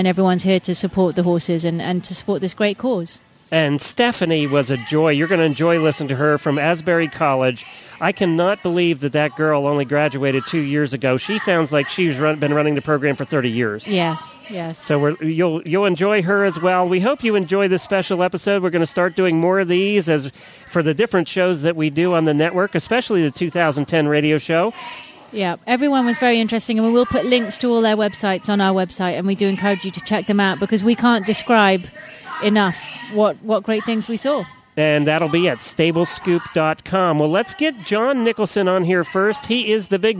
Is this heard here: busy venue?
yes